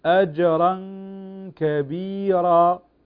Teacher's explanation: طبعا أجرا كبيرا، هنا نسمع فقط الغنة أجرا كبيرا، أسمع فقط الغنة التي مقدارها حركتين في الإخفاء، الإخفاء يكون عند الحرف، فتقرأ أجرا كبيرا ولا تقرأ كأنها إظهار بغنة، هنا إخفاء حقيقي.